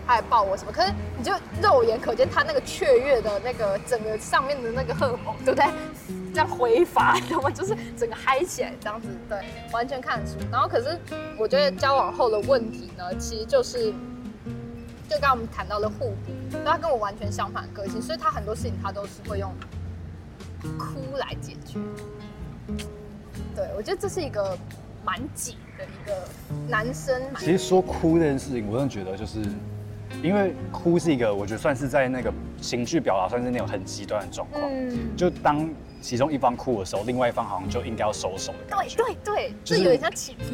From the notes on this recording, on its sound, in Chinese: 這次節目錄製走進「街頭」。有些車聲、吵雜聲，先跟各位聽眾說聲抱歉！